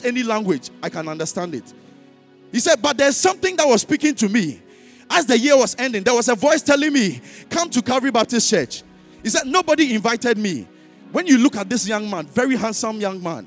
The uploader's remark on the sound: Sermon preached at CBC Shiashie Campus.